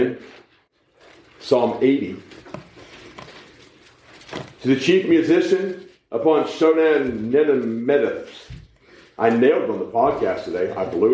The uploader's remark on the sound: We preach live at the Living Waters Baptist Church in Mocksville, NC.